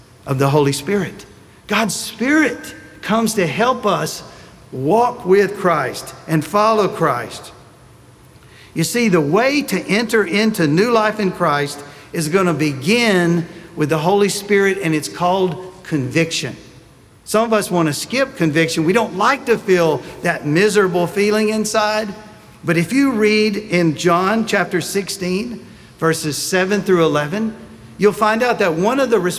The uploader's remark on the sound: Sunday Message recorded